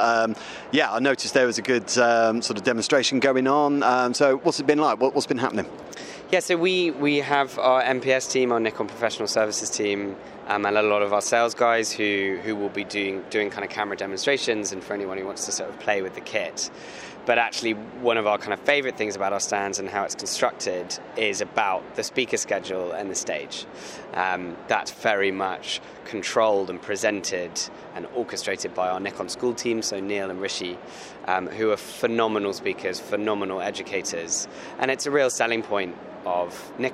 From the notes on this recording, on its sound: Live at The Photography Show & Video Show. The much anticipated Photography Show and Video Show at the NEC in Birmingham, UK. We had access to chat to some of the exhibitors.